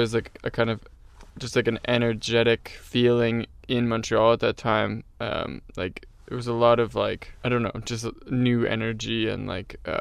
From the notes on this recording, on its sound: I climbed into the tour van